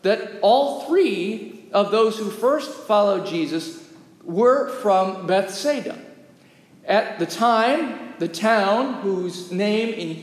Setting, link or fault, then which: setting, large echoing room